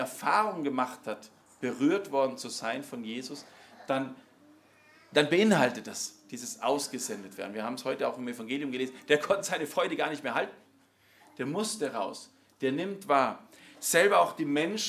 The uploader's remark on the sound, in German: Im Rahmen der Familienmesse. Im Zentrum Johannes Paul II.